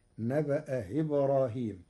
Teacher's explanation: قرأ ورش كلمتي نبأ إبراهيم بتسهيل الهمزة الثانية بين بين